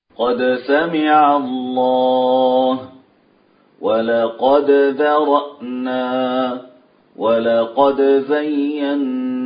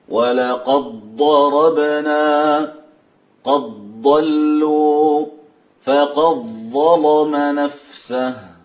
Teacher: يعني ورشون خالف قالون في هذين الحرفين، أدغم دال في الضاد والضاء · Shown in: second take · وأظهر، أي وافق قالون في بقية الحروف إظهارا.